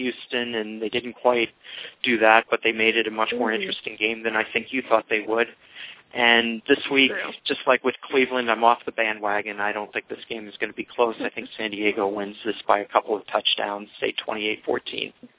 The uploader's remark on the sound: fan interaction via phone